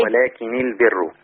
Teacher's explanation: فلما تبقى النون مخففة لما يوصلها ورش بالكلمة اللي بعدها يكسرها